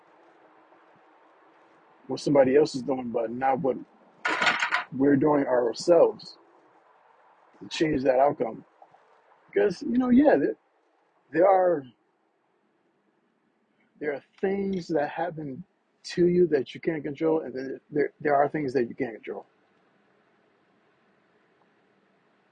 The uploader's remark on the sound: Talks in the car